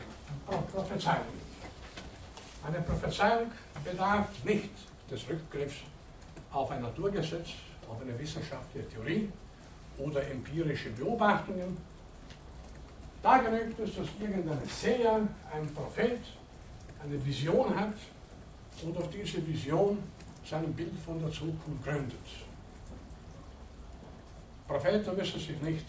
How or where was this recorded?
large echoing room